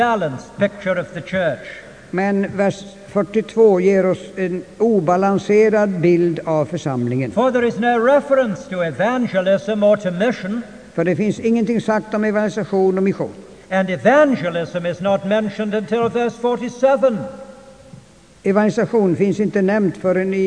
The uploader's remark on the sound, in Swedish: Inspelad i Immanuelskyrkan, Stockholm 1992-05-23 klocka 19.